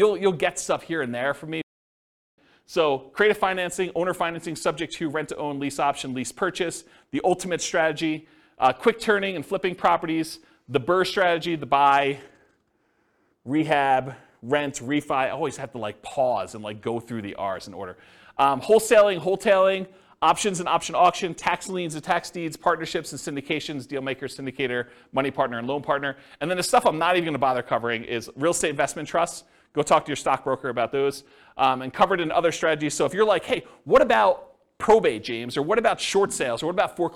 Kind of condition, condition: setting, live audience